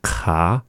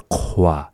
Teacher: And then after that is the qua, the QW, which is the same sound. It's just that we round out the mouth like when we make an oo vowel, that's rounding out the mouth. · Shown in: second take